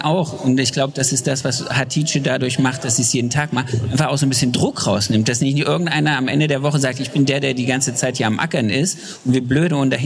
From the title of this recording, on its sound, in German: LIVE aus Erfurt von der Styl Com